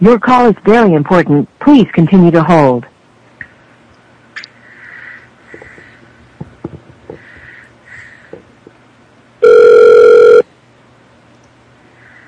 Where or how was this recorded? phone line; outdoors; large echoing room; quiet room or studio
phone line